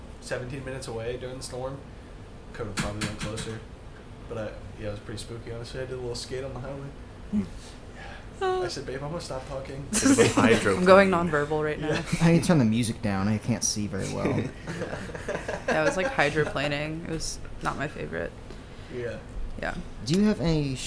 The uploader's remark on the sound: We group up at their up-and-coming live house venue, where we capture an incredibly unique and intricate set by the multi-instrumentalists.